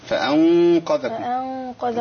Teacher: الغنة عندي هنا ايه تفخم، لان ما بعدها مفخم، فالغنة تتبع ما بعدها